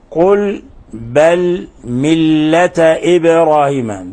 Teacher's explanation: باء باء ساكنة فتقلقل